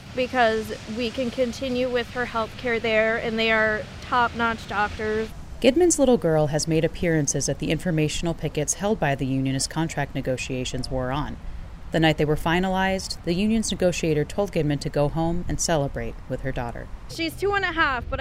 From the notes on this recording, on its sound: An audio postcard from a canoe camping excursion on Lower Saranac Lake